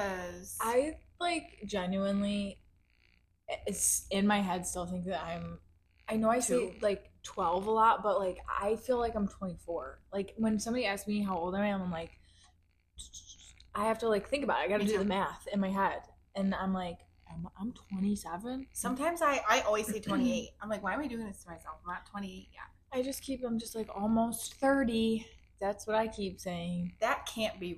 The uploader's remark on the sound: The audio might be crappy